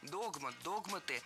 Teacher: Раньше словари требовали ударения на первом слоге – догмат, догматы. Но сейчас эта строгая норма получила послабление.